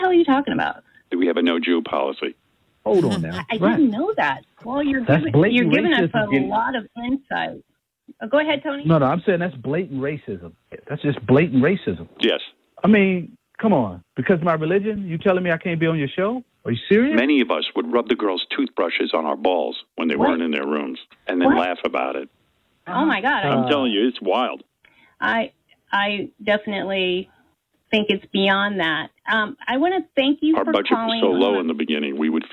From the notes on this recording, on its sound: Phony Phone Call